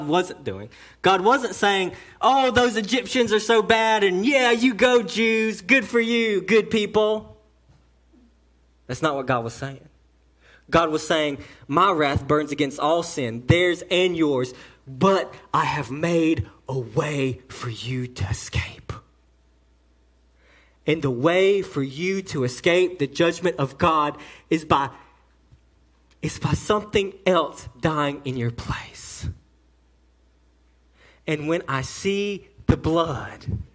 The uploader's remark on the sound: Message delivered to Cottondale Baptist Church in Eastman, GA on 10/14/18.